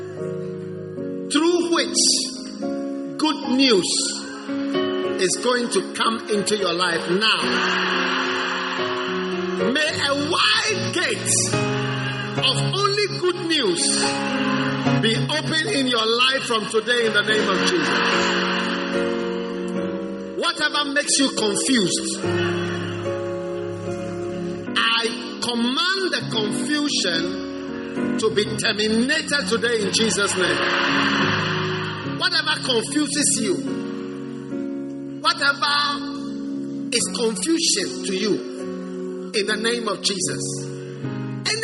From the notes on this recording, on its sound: Preached at the First Love Center.